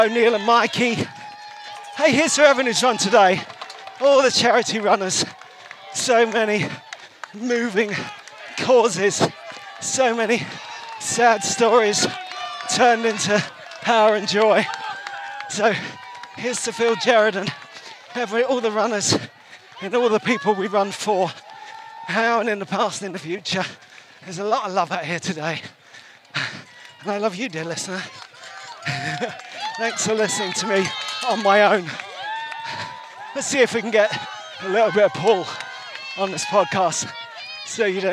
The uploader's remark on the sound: Comes to you live and direct from the 2023 Brighton Marathon.